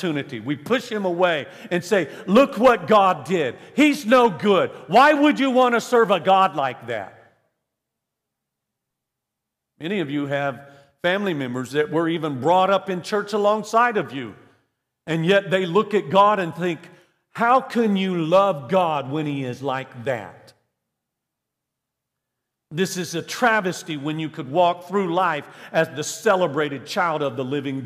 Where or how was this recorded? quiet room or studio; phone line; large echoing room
large echoing room